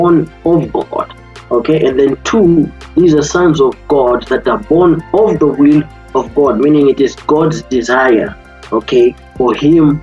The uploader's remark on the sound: Youth zoom meeting